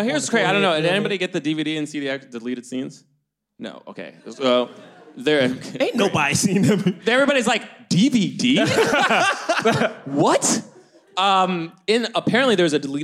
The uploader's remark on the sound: LIVE from London Podcast Festival